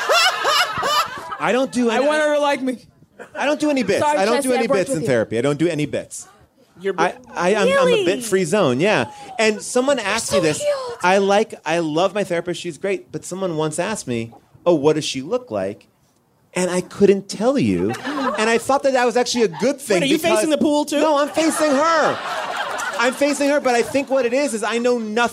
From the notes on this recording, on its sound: put on our first live show since the start of the Pandemmy™, OUTSIDE at Permanent Records Roadhouse